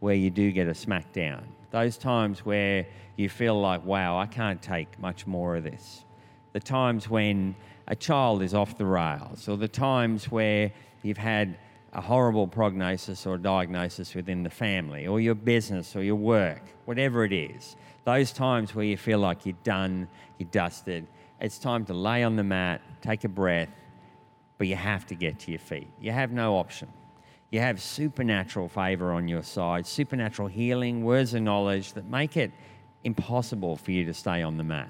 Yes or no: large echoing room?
yes